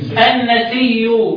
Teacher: وأدغم في ياء النسي فثقل، يبقى أبدل الهمزة ياء مضمومة وبعد كده أدغم في الياء اللي قبلها الساكنة · Term: الإدغام